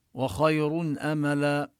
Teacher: نفخم الخاء من خير ونظهر النون التي في التنوين قبل الهمزة